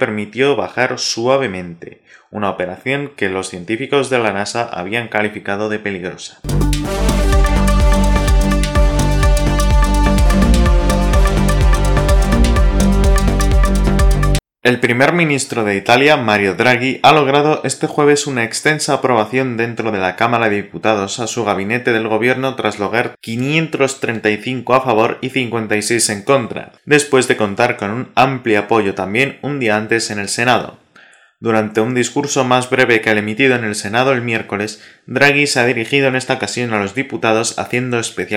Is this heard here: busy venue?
no